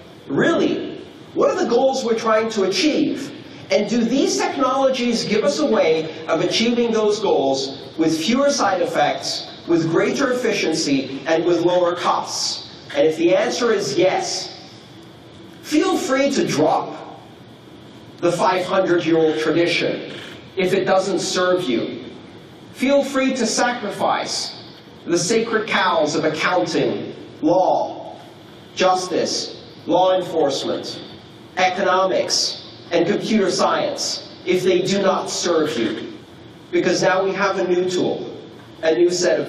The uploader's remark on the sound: This talk took place on June 20th 2016 at the Blockchain Training Conference (in collaboration with the CryptoCurrency Certification Consortium) within the MaRS Discovery District of Toronto, Canada.